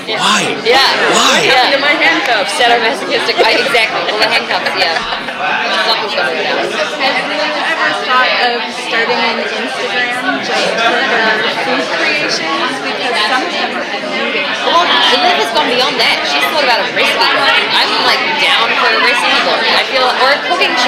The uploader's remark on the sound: Round Table Interview - iZombie Comic-Con 2016. DCTV Podcasts got the chance to participate in the iZombie Press Room at San Diego Comic-Con.